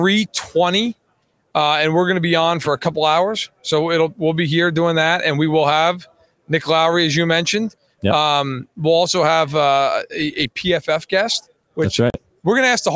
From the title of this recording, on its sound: Live from Super Bowl LVII